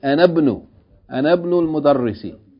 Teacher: if you join the همزة الوصل، right, you say أنا ابن. Anabnu, as though it's a short vowel. Because whenever you have a long vowel, followed by Hamza Tilwasl, you pronounce it short.